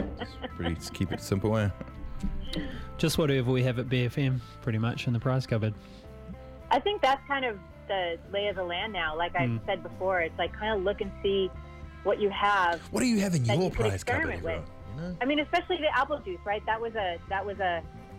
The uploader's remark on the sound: jump on the phone